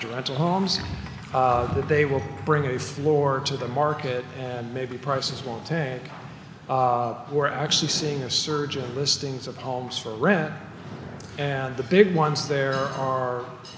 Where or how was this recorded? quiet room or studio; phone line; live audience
live audience